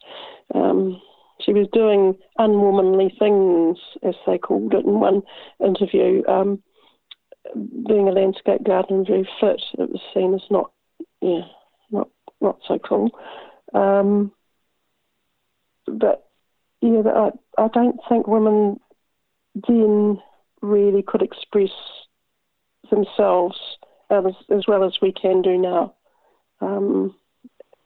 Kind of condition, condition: link, phone line